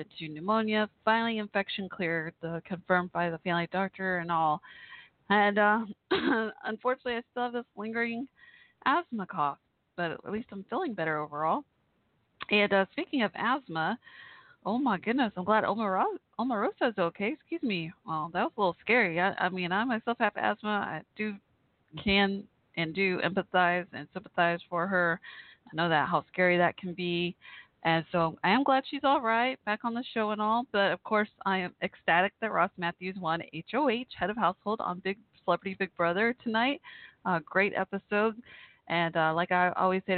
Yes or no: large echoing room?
no